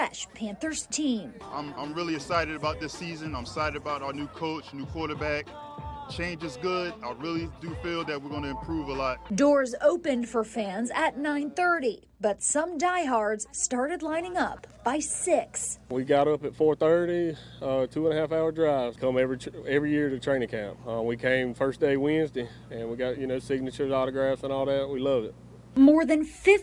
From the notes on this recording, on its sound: Live from Spartanburg Panthers Training Camp